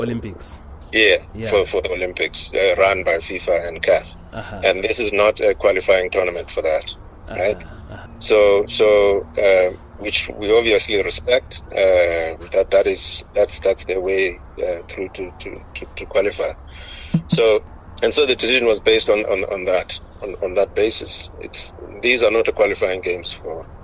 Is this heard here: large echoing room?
no